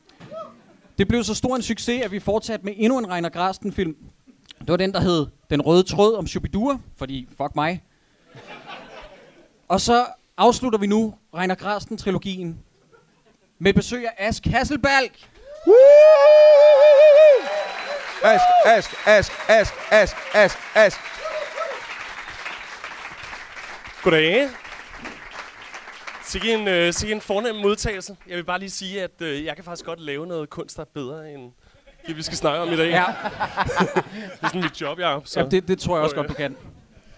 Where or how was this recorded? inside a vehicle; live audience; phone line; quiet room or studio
live audience